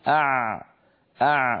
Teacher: لسان المزمار يعود إلى الخلف قليلا مما يضيق مكان خروج حرف العين أع، هكذا العين الفصيحة التي كانت العرب تنطقها في زمن النبوة.